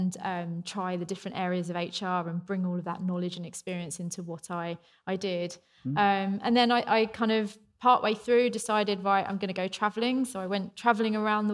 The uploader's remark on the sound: In a special live episode